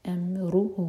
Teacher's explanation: میم ساکن کے بعد را پر زور. امرہ، اور کبھی بھی ضمیر پر زور نہیں دیا جاتا، اس سے پہلے والے لیٹر پر زور دیتے ہیں.